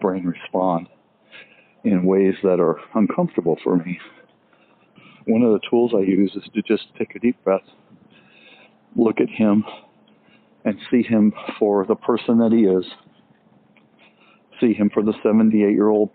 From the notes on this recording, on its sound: Let's take a walk and talk